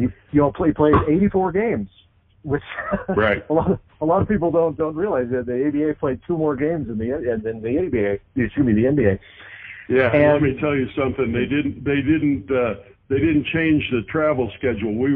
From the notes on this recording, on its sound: Conducted a phone interview. This interview is phone quality but we improved it as much as possible.